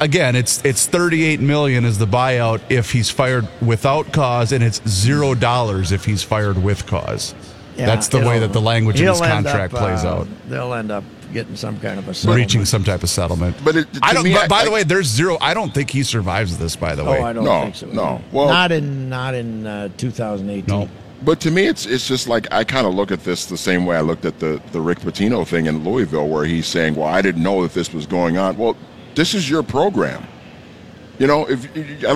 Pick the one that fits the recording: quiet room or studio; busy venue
busy venue